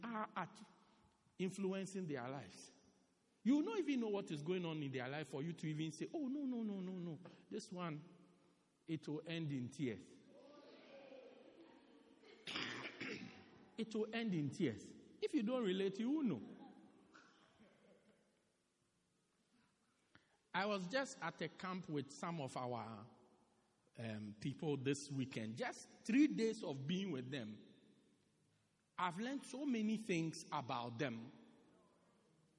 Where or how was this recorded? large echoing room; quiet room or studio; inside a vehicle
large echoing room